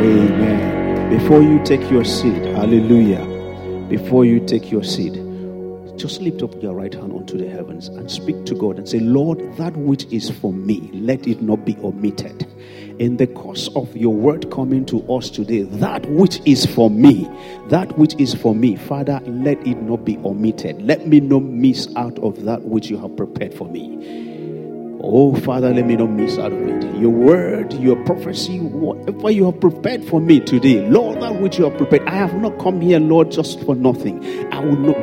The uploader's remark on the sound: Sunday Service message. Fountain of Love, RCCG Aberdeen, UK.